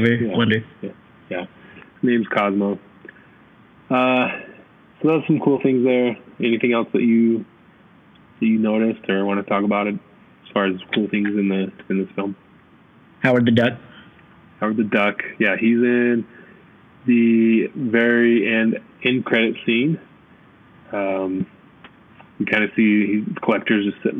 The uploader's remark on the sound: We apologize for the poor audio on this one. Not quite sure what happened.